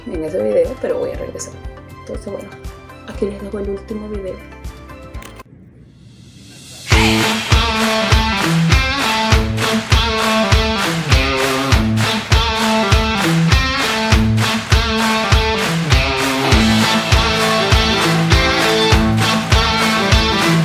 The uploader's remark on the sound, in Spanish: Video grabado con mi Redmi 9. Editado en Capcut.